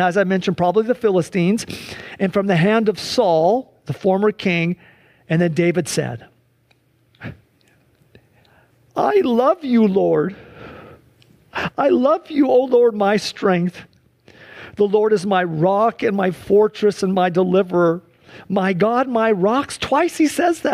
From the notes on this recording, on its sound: This service was held shortly after a wildfire ravaged the area of Medical Lake, destroying over 10,000 acres and over 200 structures. Due to an evacuation order, most people were unable to attend in person, including most members of the worship and media teams. Sunday church service livestream.